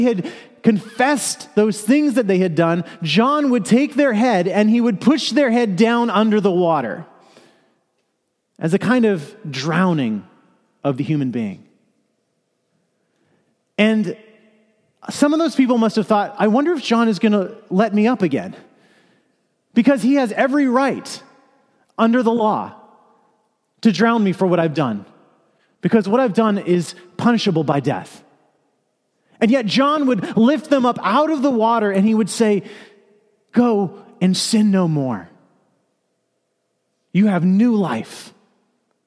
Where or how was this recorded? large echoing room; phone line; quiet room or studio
large echoing room